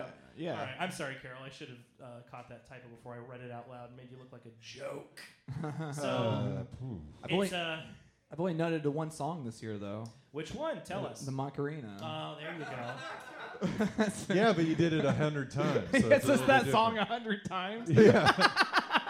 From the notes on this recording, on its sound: Live from the Ha Ha Harvest Comedy Festival at Kelly's Olympian